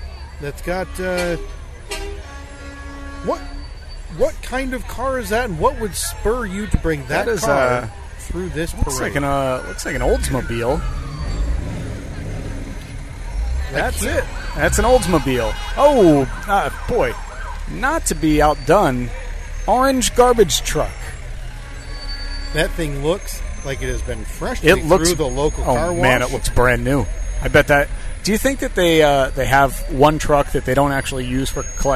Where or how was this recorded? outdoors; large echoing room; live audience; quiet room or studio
outdoors